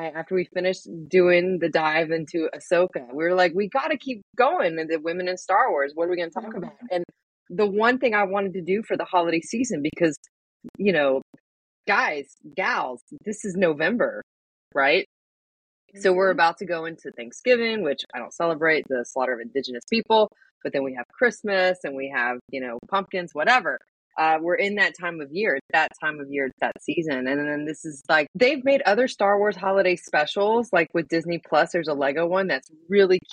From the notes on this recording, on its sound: We had major technical difficulties when trying to record this episode. Despite their best efforts to edit the sound.